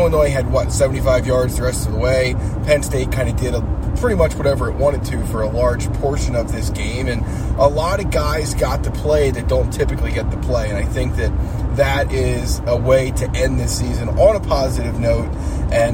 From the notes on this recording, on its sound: Talk about the latest on the Lions while driving home from Beaver Stadium after the PSU-Illinois game.